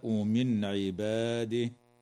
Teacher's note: وتظهر النون الساكنة عند العين في قوله تعالى من عباده